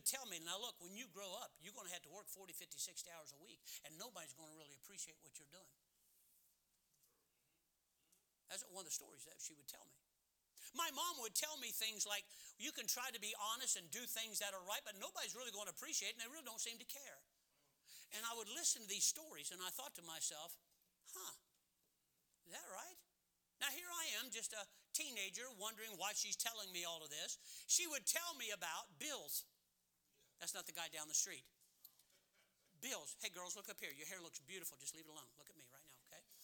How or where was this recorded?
large echoing room